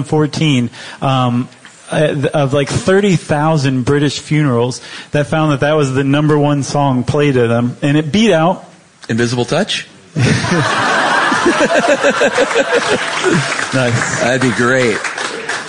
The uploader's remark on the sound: Live from LA Podfest. Do a live show on Monty Python at the LA Podcast Festival.